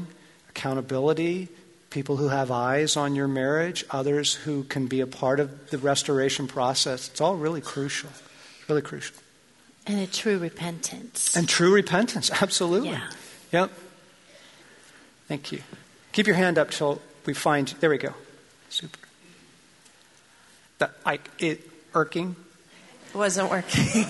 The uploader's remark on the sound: Q&A time from the Love & War tour